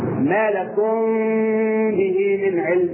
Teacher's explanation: التركيز الصوت يكون على الخيشوم · Term: الإخفاء الشفوي